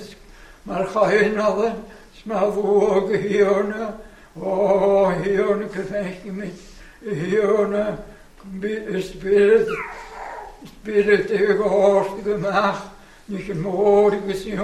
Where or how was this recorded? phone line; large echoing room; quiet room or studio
large echoing room